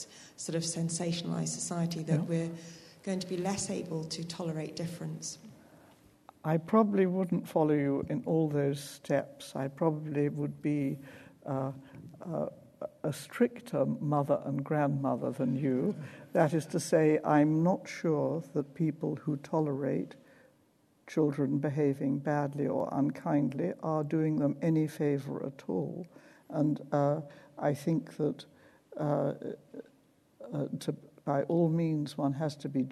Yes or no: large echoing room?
yes